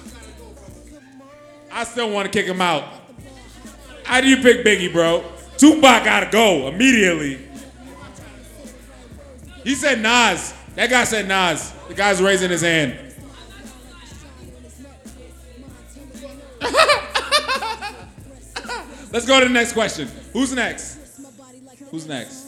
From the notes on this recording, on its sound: UDopeLive at 333 Lounge. We had a live show. On this episode we played University of Dope live with audience members.